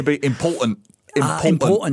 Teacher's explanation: They just kind of, you don't even hear the consonant. There's a glottal stop. There's a glottal stop at the back of the throat.